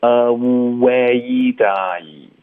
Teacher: 这前三个音节是三个不同的双元音，大家都一定要发的饱满